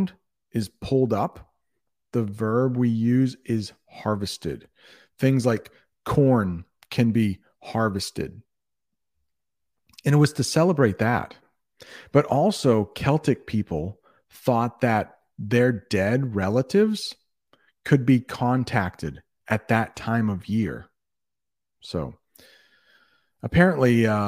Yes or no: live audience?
no